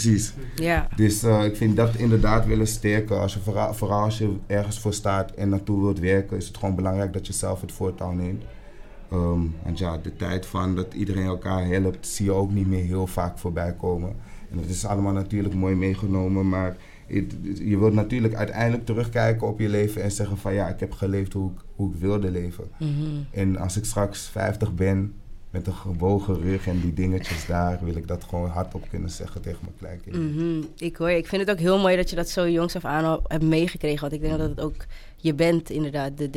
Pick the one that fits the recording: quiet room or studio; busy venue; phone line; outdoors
busy venue